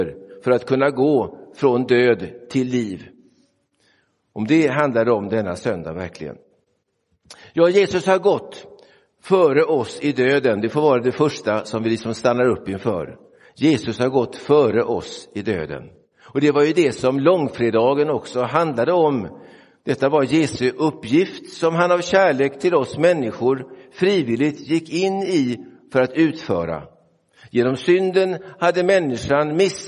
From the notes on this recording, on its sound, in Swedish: Inspelad i Roseniuskyrkan den 5 november 2023.